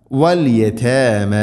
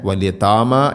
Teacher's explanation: വലിയ തേമ വലിയ താമ എന്നല്ല കനപ്പിക്കരുത്, താഇനെ ലൈറ്റായിട്ട് ഉച്ചരിക്കണം · Shown in: first take